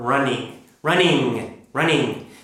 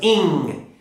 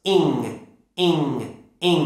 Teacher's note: For example, the ing sound, like ing, like the end of the word running, running, running. That ng is kind of a nose vibration sound.